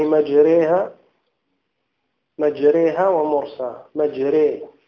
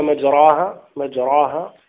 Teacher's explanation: مجري فرققت بالإمالة. لكن لو قلنا مجراها، مجراها، لو لم نأتي بالإمالة لكانت مفخمة